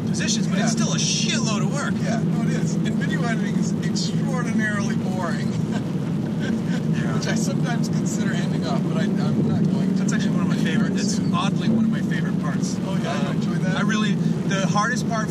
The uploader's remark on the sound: Ride along in a 2018 Mustang. Shuttling out to a driving event in Palm Springs, and I took the opportunity to fire up a GoPro and record a conversation.